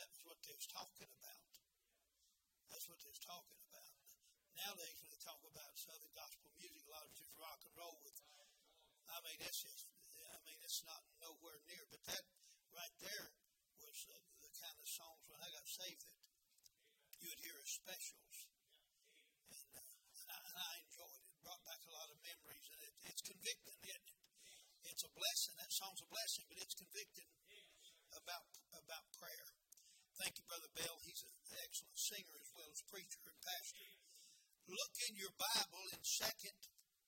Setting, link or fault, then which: setting, large echoing room